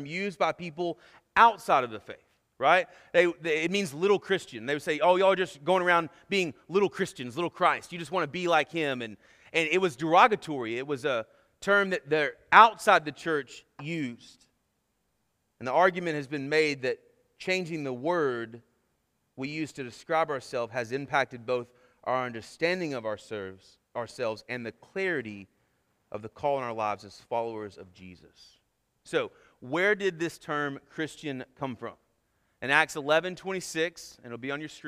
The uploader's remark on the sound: Sermon Audio from our Worship service